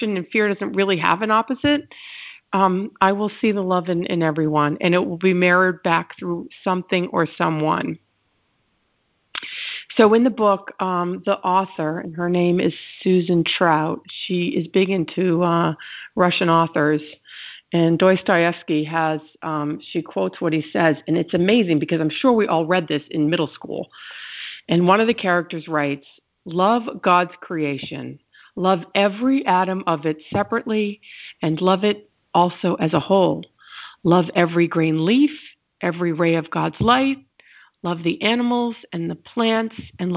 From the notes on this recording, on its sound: ACIM Daily TEXT Conference Call